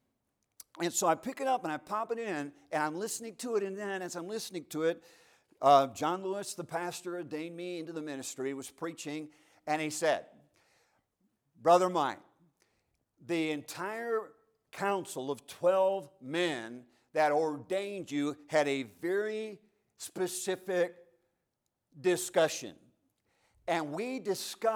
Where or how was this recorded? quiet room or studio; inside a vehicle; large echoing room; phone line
large echoing room